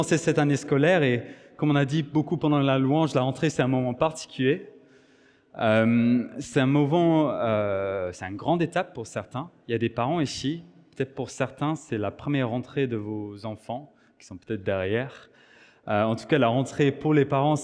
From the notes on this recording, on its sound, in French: Enregistré à l'église CVV, le 10/09/2023